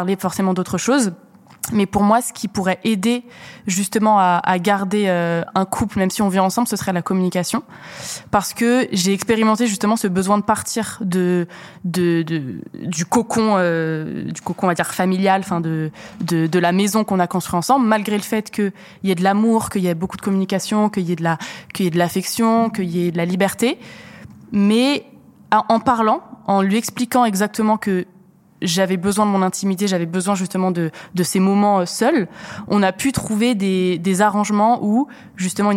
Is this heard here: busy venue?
yes